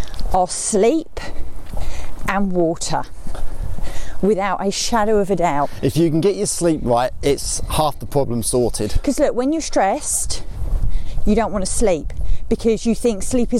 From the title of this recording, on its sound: walking podcast